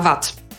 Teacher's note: Kiedy się wyraz kończy na d, czytamy to przez t. Na przykład mówimy, że ktoś nie ma wad.